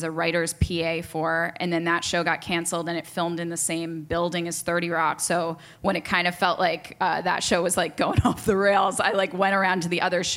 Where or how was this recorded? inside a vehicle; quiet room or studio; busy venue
busy venue